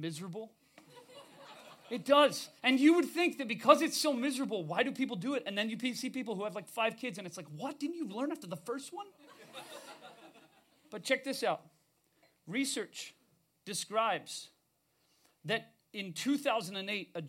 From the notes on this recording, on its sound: We recorded this episode live at the Mint in LA.